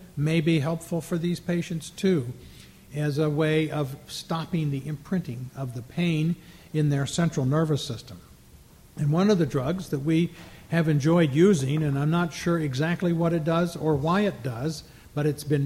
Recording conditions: live audience